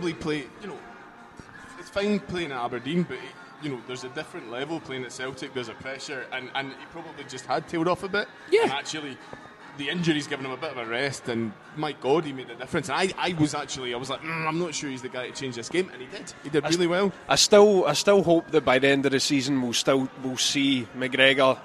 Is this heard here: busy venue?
yes